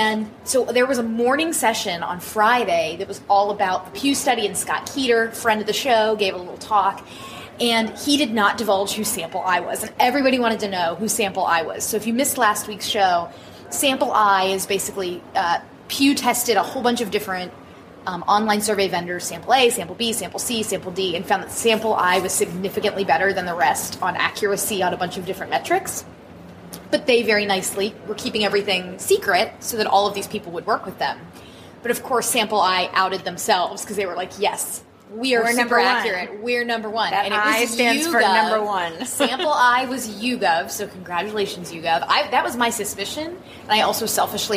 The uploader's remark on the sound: we report from a hotel hallway, so apologies for the sounds of conference-goers in the background.